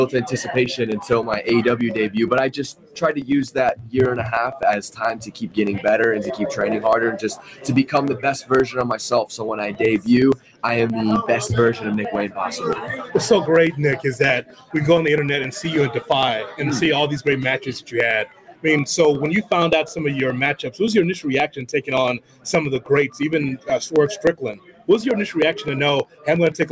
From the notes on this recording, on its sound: live from Starrcast in Chicago